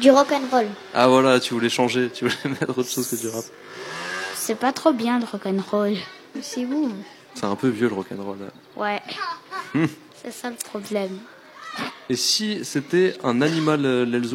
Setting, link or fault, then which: setting, outdoors